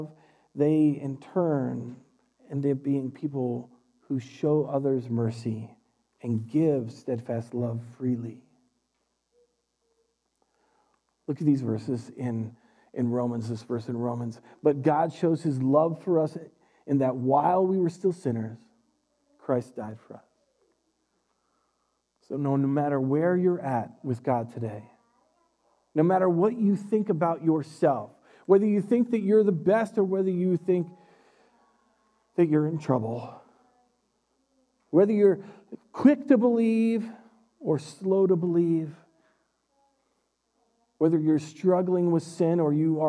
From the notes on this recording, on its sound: Recorded live at Word of Life Church in Le Sueur, Minnesota on April 25th, 2021. Powered by Restream - (Bensound Royality Free background music).